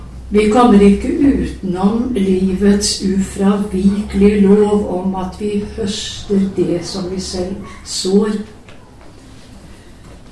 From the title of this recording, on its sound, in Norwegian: Lydopptak av gudstjenesten 16. august